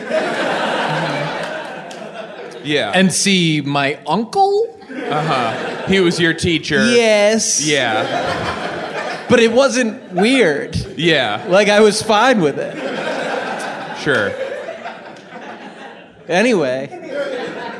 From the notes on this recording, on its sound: Appear in front of a live audience.